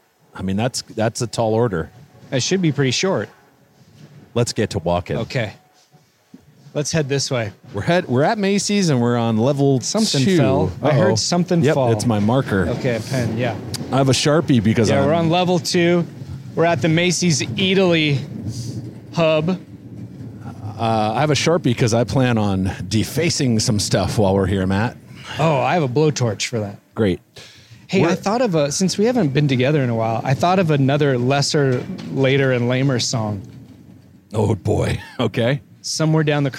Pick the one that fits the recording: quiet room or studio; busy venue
busy venue